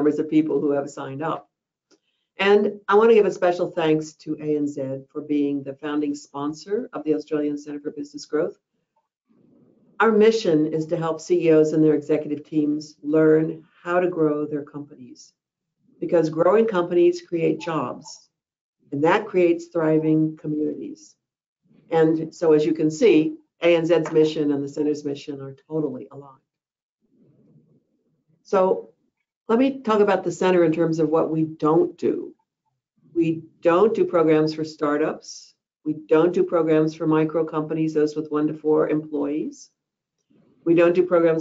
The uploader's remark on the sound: Listen to the recording of the online event.